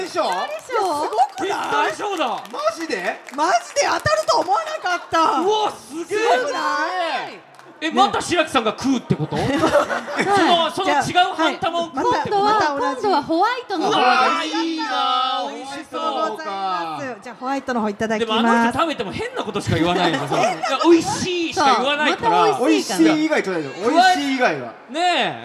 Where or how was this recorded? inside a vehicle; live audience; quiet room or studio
live audience